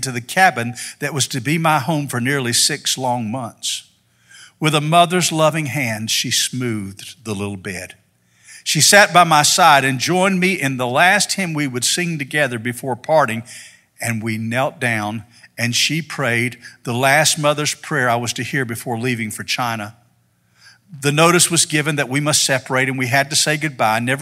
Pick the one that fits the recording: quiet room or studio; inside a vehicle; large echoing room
large echoing room